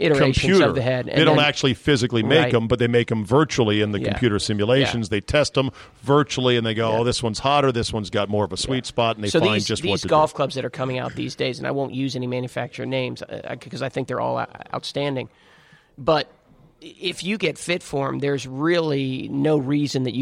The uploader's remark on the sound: Taped live at GolfDom Golf in Tyson's Corner, VA.